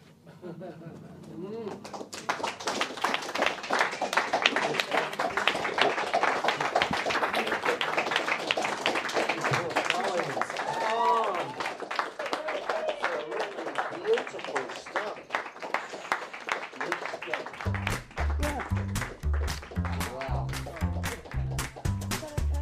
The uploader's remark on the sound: Live at Passionate Tongues. Recorded at The Brunswick Green.